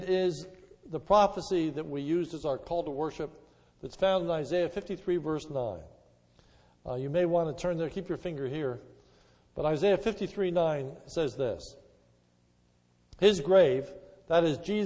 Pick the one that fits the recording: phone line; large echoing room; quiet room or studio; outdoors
large echoing room